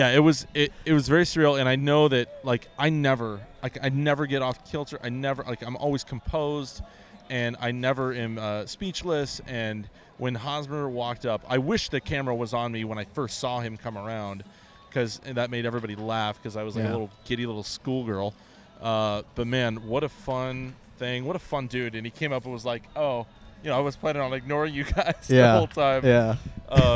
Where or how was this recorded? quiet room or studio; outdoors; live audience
outdoors